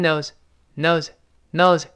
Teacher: 理论上读成 knows，knows 发 zz，因为浊辅音后面的 s 发 z，但是读快了之后就几乎听不清了。No one knows, knows,knows，跟那个 s 就特别像了，听不清了。But no one knows for sure. For